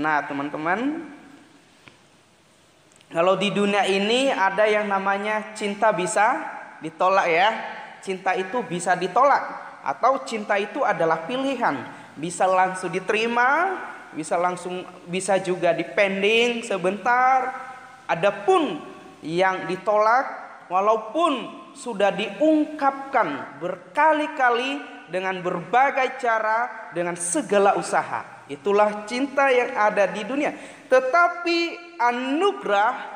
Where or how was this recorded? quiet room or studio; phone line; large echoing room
large echoing room